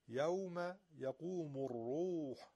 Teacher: یوم یقوم الروح حرف را در ضمه درشته